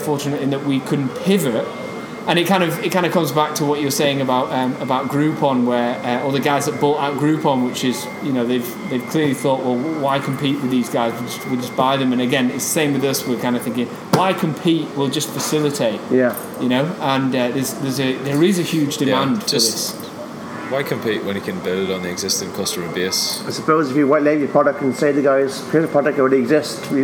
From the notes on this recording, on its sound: was in Belfast at the Digital DNA conference